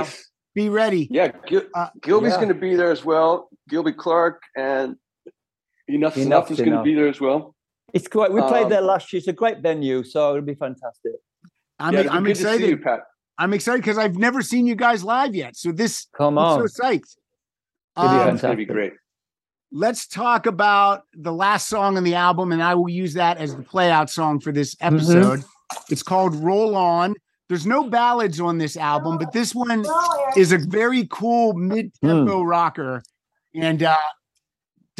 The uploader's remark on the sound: back to the Zoom Room